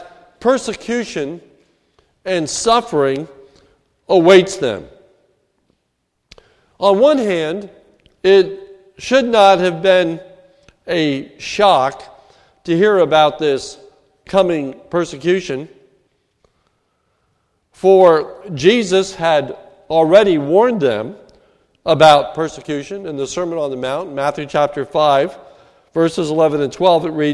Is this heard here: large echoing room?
yes